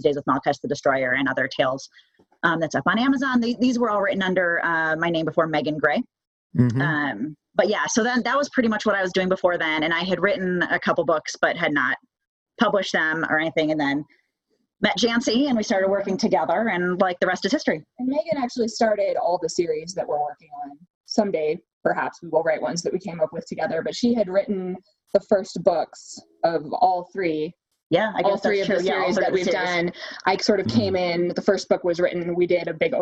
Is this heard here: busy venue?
no